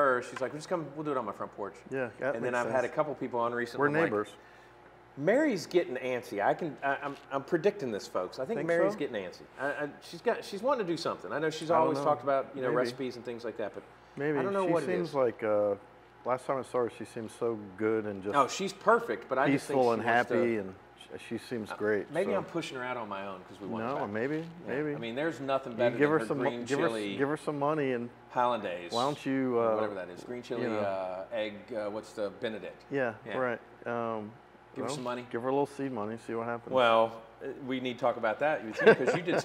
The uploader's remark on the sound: Filmed on location at his restaurant: Mission Pizza Napoletana. Located on 707 Trade St NW #1430 , Winston-Salem, NC.